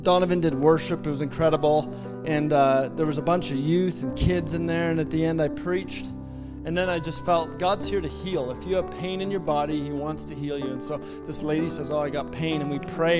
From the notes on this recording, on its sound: At our Edmonton Gathering in September, 2023 at Spruce Grove Community Church